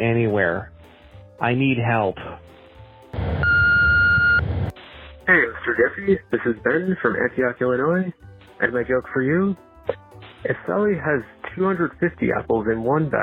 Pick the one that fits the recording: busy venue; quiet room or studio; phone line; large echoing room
phone line